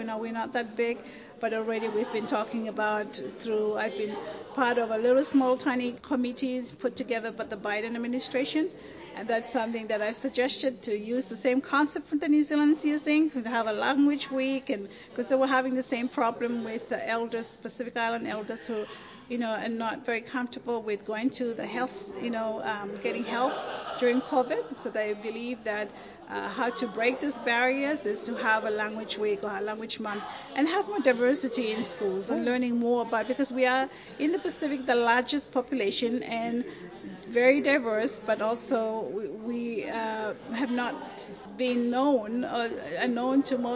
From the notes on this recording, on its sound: at the 7th Melanesian Arts & Culture Festival in Port Vila, Vanuatu